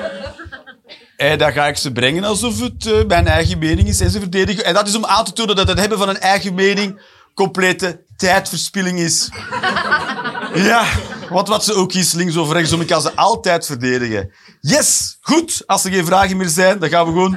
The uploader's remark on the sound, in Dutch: Antwerpen.